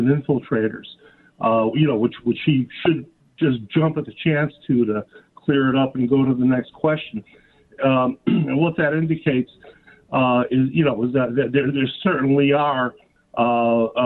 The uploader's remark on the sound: Then, we play RANTS and take phone calls.